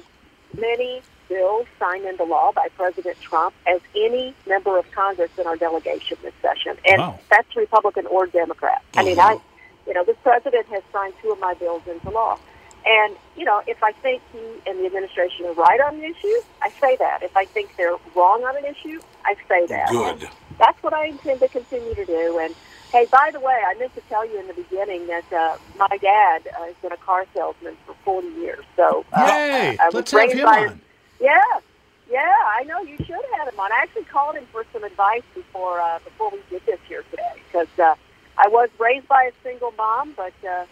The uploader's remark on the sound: calls in while sitting in her car, looking at the Capitol in Washington